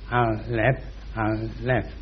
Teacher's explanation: And in that same letter there are three parts, and there are three letters to pronounce that letter, A, L, P. The P is aspirated and becomes F.